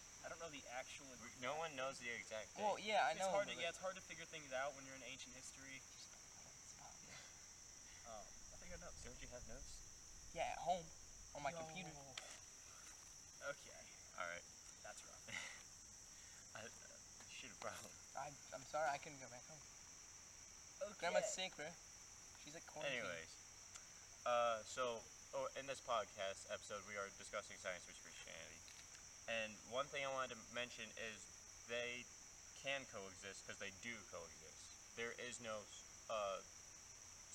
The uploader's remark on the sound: We decided to record on an island in a river today so it might be hard to hear and you might hear other noises.